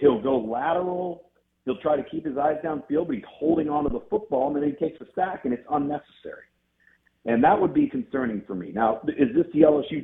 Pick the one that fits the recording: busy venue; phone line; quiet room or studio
phone line